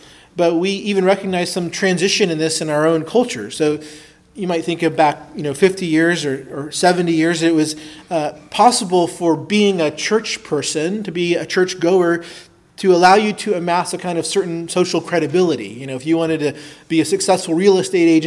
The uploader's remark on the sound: Preached at Christ Our Savior Baptist Church.